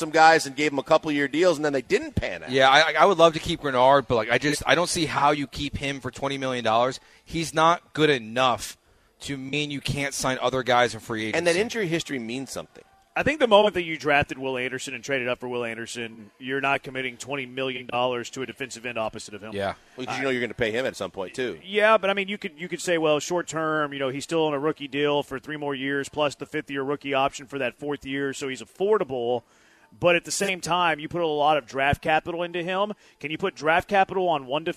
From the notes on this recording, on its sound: live from The Decoy